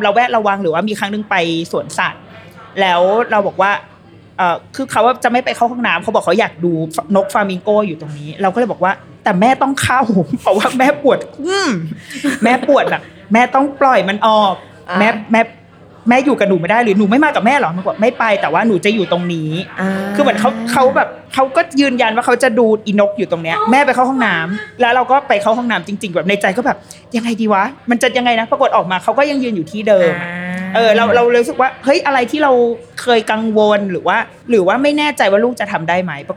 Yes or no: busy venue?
yes